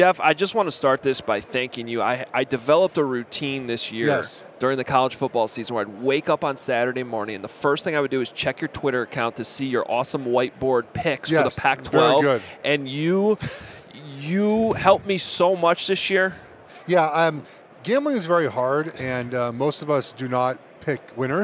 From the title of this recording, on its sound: Super Bowl Radio Row Day 3